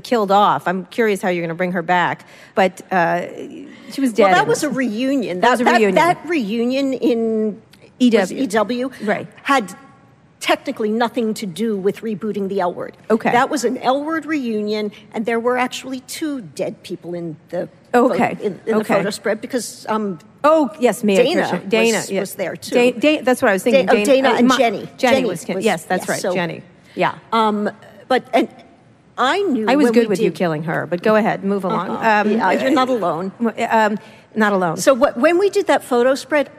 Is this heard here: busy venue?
yes